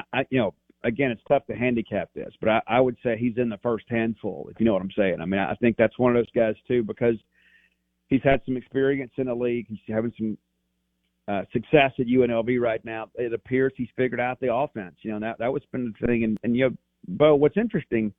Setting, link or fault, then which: link, phone line